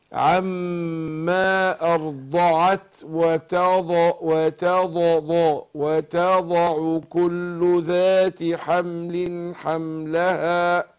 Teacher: الضاد حرف قوي ومستطيل، يعني صوته بيمتد لطرف اللسان